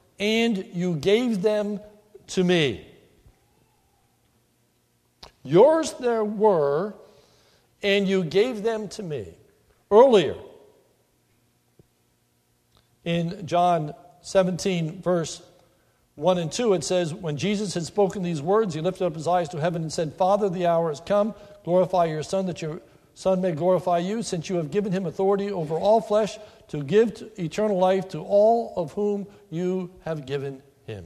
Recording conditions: large echoing room